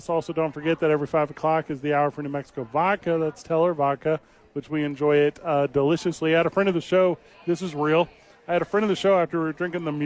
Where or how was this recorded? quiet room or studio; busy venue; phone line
busy venue